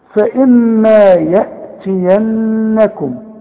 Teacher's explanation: الميم اللي عليها الشدة لازم تغن